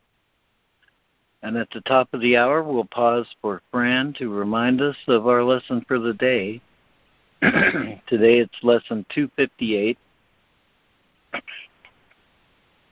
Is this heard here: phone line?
yes